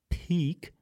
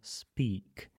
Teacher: но speak уходит аспирация · Shown in: second take · и это очень характерное явление.